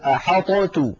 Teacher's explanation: ولو أظهرنا الطاء لابد من قلقلتها